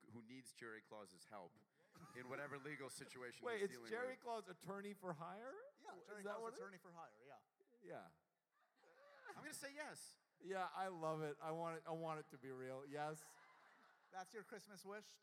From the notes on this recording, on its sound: Live episode! We finally went live for a fun holiday special taped at the Bell House in Brooklyn!